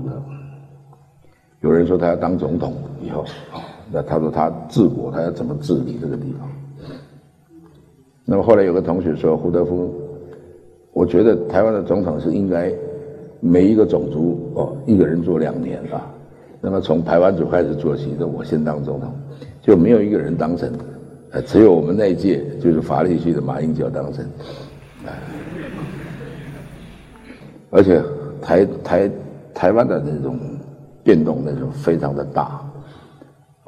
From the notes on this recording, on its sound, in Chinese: 一席现场